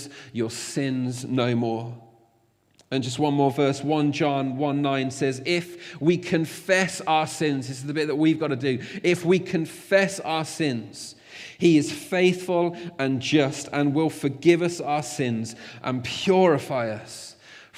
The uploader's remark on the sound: Recorded at freedomcentre church, Preston